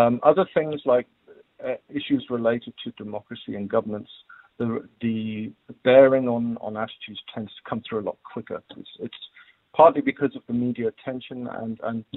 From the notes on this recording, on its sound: Guest (TELEPHONE)